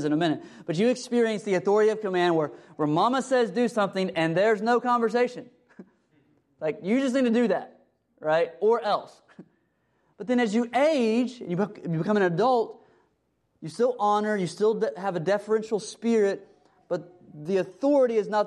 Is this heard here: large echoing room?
yes